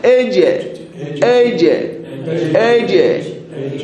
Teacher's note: الجيم الفصيحة هي التي يتقعر اللسان عند النطق بها، هذا الشكل شوفوه، تخرج من منتصف اللسان مع الحنك الأعلى.